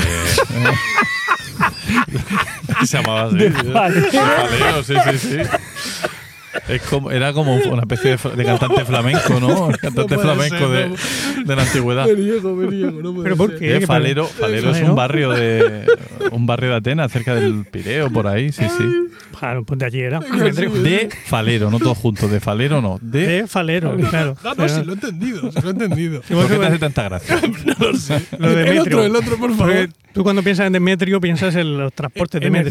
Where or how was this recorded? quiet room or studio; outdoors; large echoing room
outdoors